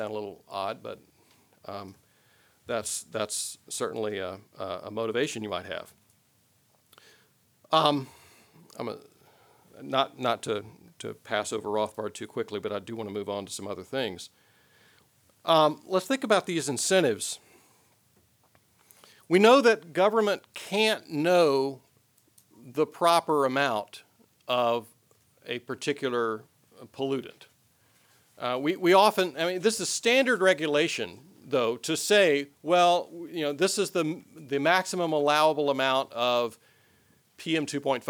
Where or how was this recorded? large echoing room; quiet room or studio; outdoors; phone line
large echoing room